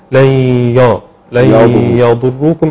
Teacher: بيعمل ادغام وبيعمل غنه ما فيش مشكله، بس بيفخم الياء. فيقرا كده لن يضركم عشان الضاد بعدها مفخم.